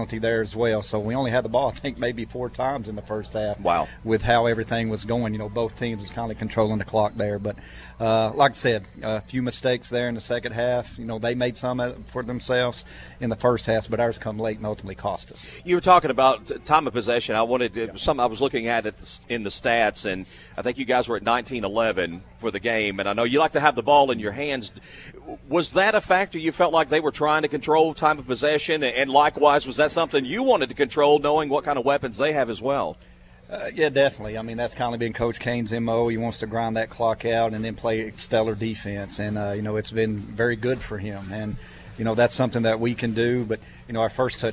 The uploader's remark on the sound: Live from Chick-fil-A, Interstate Drive in Cookeville….come grab breakfast Saturday morning and join us for high school football talk.